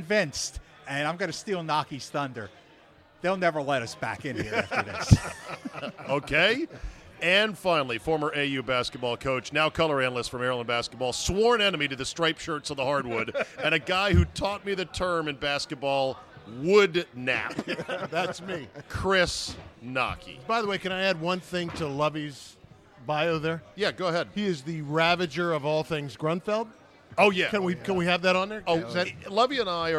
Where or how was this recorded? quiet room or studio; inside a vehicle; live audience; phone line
live audience